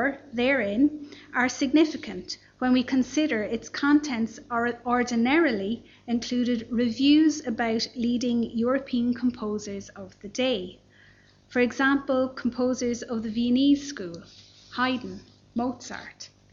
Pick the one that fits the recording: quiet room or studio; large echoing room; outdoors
large echoing room